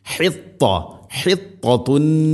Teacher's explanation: ത ഉച്ചരിക്കുമ്പോൾ നാവിൻ്റെ മധ്യഭാഗം അണ്ണാക്കിലേക്ക് ചേർന്ന് നിൽക്കണം · Term: ഇത്തുബാഖ്